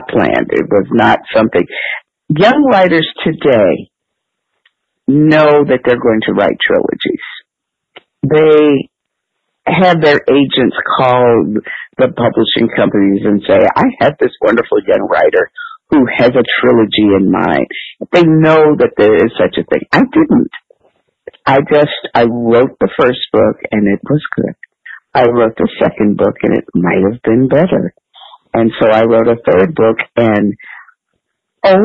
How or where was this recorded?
phone line